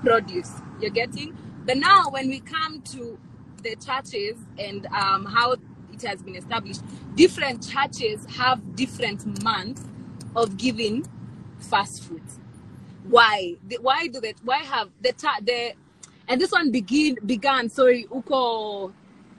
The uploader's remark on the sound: we will finish with an Instagram Live